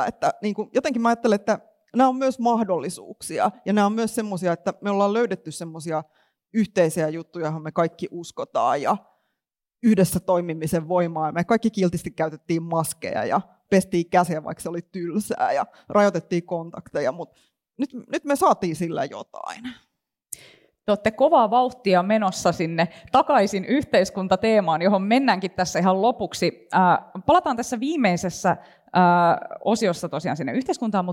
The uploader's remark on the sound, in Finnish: Podcast on nauhoitettu Tiedekulmassa Mielenhuoltoilta-tapahtumassa. Tapahtuma on osa Helsingin yliopiston Tiedekulman Terveys nyt -ohjelmasarjaa.